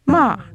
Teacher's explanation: The fourth tone, which is a rapid downward gliss